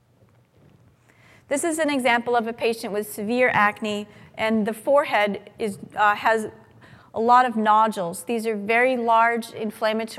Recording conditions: live audience